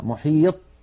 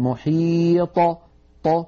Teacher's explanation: إذا سكنت الطاء اهتزت في مخرجها وخرجت بالتباعد بين طرفي عضو النطق · Shown in: second take · ولم تخرج بالقرع أو بالتصادم بين طرفي عضو النطق كبقية الحروف الساكنة، فنقول في السكون أطى محيط، ولا نقول محيط هكذا محيط، بل نقول محيط ط، فهكذا نخرجها بالتباعد بين طرفي عضو النطق شديدة مجهورة مستعلية مطبقة. · Term: القلقلة